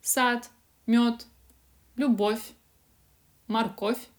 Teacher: мы оглушаем все финальные согласные